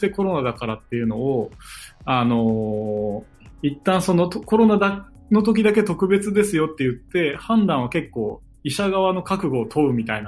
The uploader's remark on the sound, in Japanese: 収録はSquadCastを活用して遠隔で行いました。音声が聞きづらい部分がある点、ご了承ください。